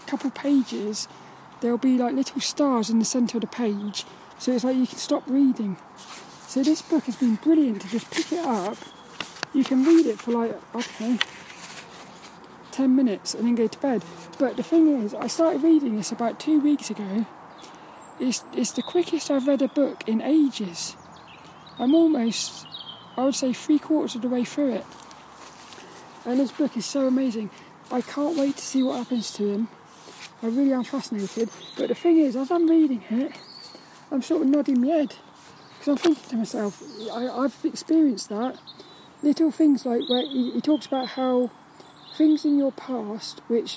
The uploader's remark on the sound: This Walk and Talk episode sees me walking around the local woods of Saltrum, while talking about random topics. Hope you enjoy the atmospheric sounds on this one.